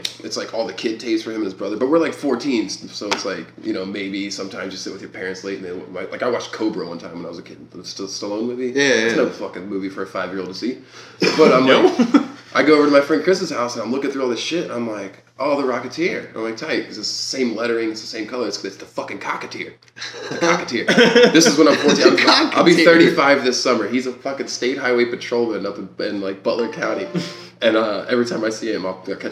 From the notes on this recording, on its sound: Audio is a little funky on this one, so apologies. Someone didn't bring their computer cord.